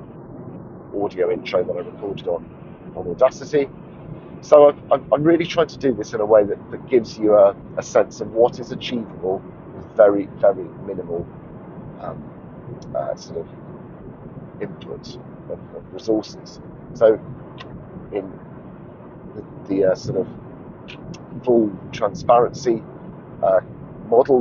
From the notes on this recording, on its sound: while driving home from a long school run